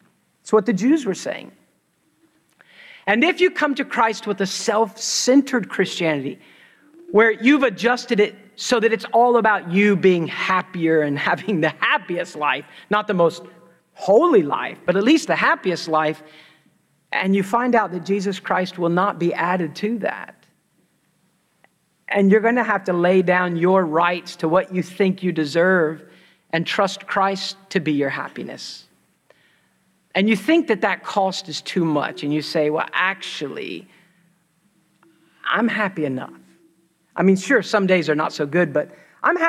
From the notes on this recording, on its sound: preached at Christ Church New Albany